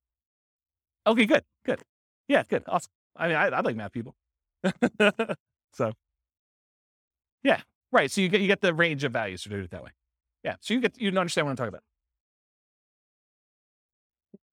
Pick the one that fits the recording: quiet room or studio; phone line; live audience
live audience